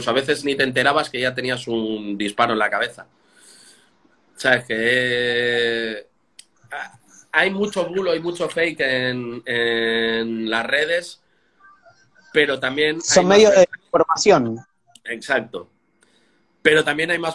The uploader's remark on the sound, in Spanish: Audio extraído de IG LIVE